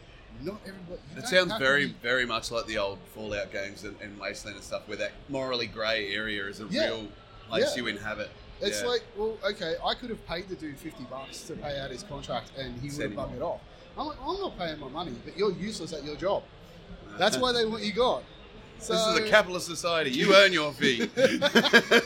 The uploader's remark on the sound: the P2 crew invaded PAX Australian en masse and in the process took over the Audio Technica Booth